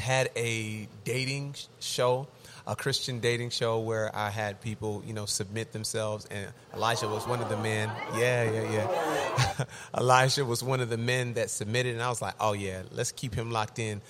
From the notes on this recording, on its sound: in the midst of the live studio audience